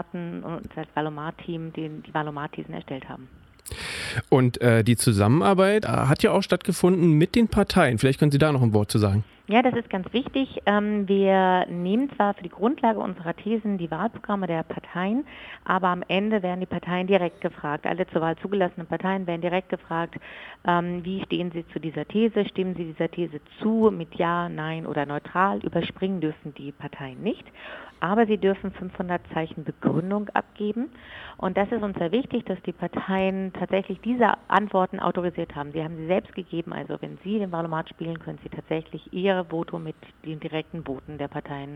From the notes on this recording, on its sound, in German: Telefoninterview